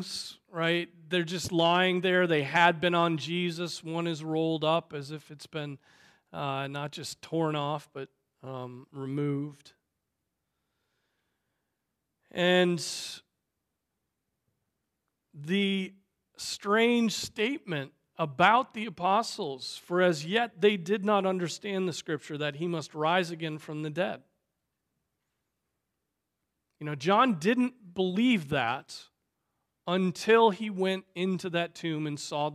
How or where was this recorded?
large echoing room